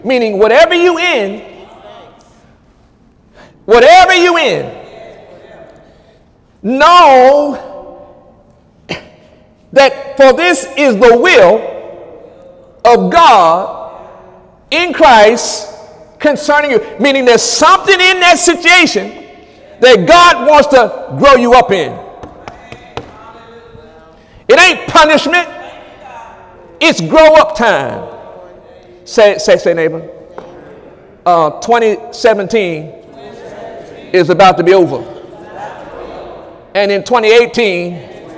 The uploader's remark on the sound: During Sunday morning service on December 24, 2017